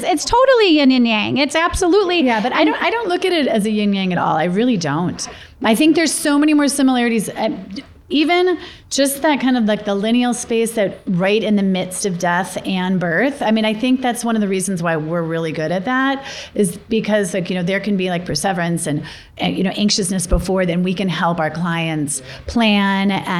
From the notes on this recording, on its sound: In this second live recording of our We’re Not Fine